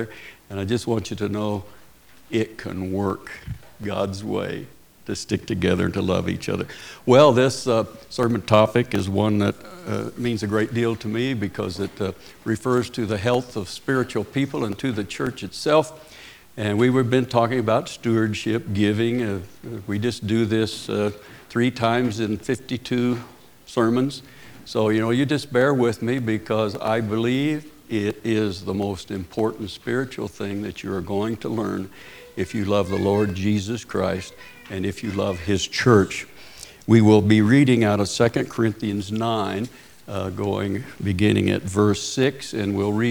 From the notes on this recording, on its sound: Preached at Paradise Valley Christin Church.